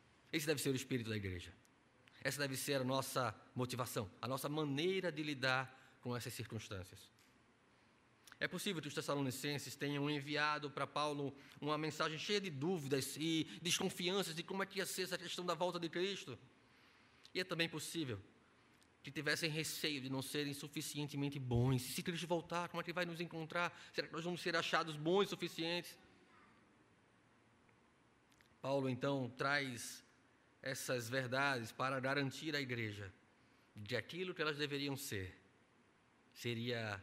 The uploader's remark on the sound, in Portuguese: Culto presencial e transmitido ao vivo no domingo (27/06/2021) à noite (18h), com público limitado a 50%. Conforme decreto do governo do estado de PE devido à Pandemia da COVID-19.